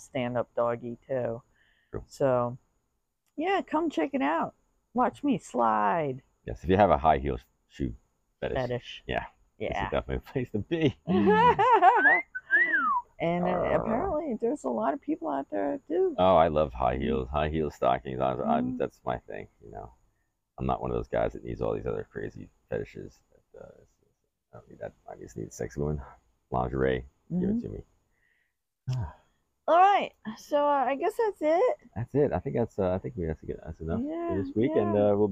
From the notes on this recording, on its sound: We're outside on our beach chairs, on the deck!